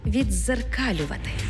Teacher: У слові «віддзеркалювати» «д» переходить у подовжений звук «дз»